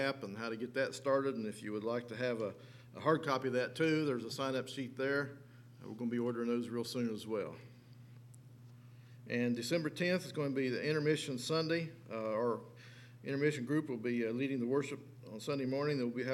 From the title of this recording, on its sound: LIVE Services at Sunshine